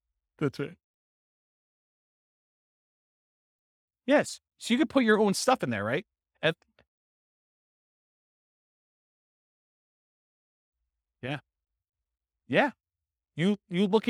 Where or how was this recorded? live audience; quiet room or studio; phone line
live audience